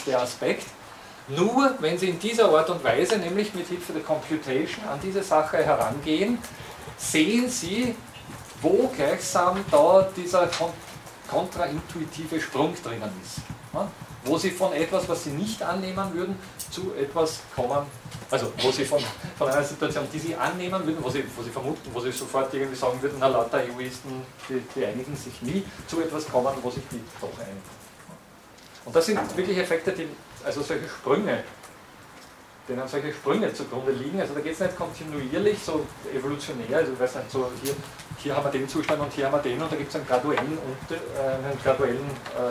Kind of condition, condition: setting, large echoing room